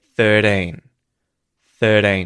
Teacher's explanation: In an Australian accent, that R isn't going to be pronounced and the T is going to become a T flap. 13. And I would emphasize the first syllable in this word.